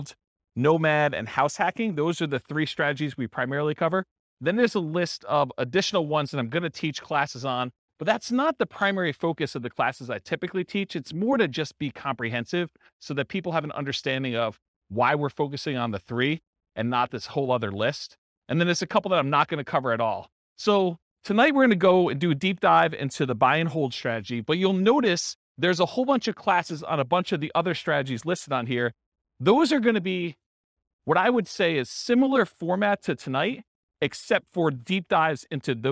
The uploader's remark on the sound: This was a live class recorded